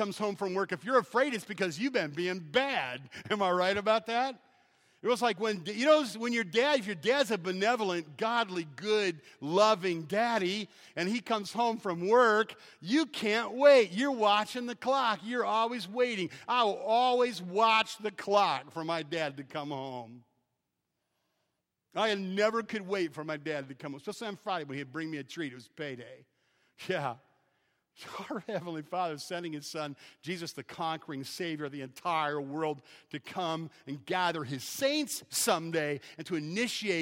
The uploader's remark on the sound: Preached on May 18th, at 11:00 AM at Evangel Baptist in Taylor, Michigan.